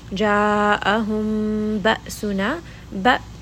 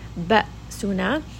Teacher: Hamza is a letter of jahar, meaning that as we read this letter with a sukun, we are going to kind of abruptly stop on it and it is going to come straight from the throat. Ba'suna, give it a little bit of that jerk, give it a little bit of jahar so that the hamza becomes very apparent and it does not come into or turn into an alif from the jowf.